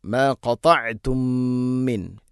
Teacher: മീം സാക്കിനയ്ക്ക് ശേഷം മീമാണ് ഇദ്ഗാം മുതമാസിൽ. മണിച്ചുകൊണ്ട് ഉച്ചരിക്കണം, ഇദ്ഗാം ചെയ്യണം. ഇദ്ഗാം എന്ന് പറഞ്ഞാൽ ഒന്നിനെ മറ്റൊന്നിൽ മിക്സ് ചെയ്യുക, കൂട്ടിലേപ്പിക്കുക.